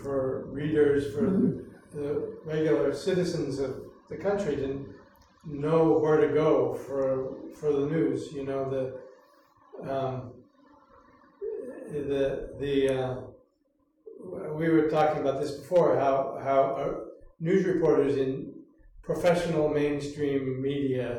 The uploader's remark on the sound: Their conversation is part of our Democracy 20/20 Fall Conference.